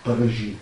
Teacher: E klingt leise an, wird nur so ganz schwach gesprochen. E ist ja ein Vokal, wird eigentlich auch nicht geschrieben daher.